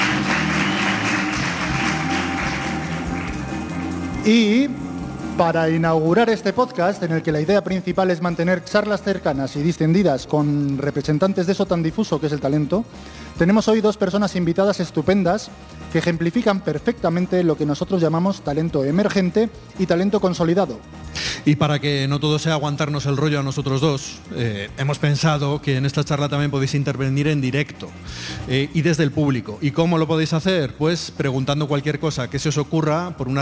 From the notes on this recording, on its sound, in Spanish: Grabado con público en directo, es un #talkshow con personas creativas emergentes de #Burgos y alrededores.